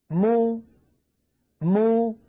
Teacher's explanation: ألاحظوا يا إخوة، ما الشفتان ابتعدتا والفكان أيضا ابتعدا ما، بينما لو كانت الميم مضمومة أيضا تبتعد الشفتان عن بعضهما، ويصاحب ذلك مخرج أم الضمة وهي الواو